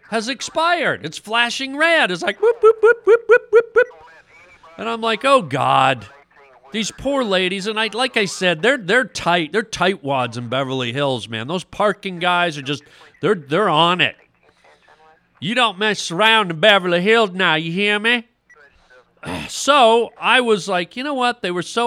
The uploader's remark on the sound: listener phone calls!